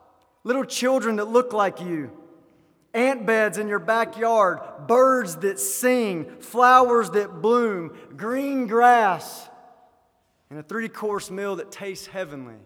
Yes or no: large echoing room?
yes